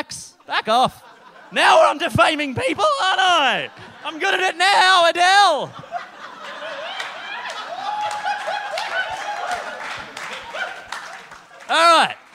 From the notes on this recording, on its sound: Recorded live on stage at Giant Dwarf